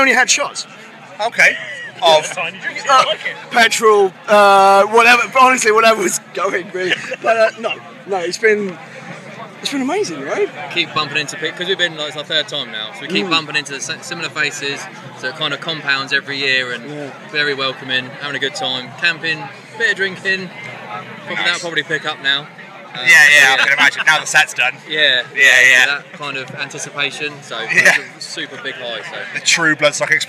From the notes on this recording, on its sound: From our 'Live from Bloodstock 2023' series.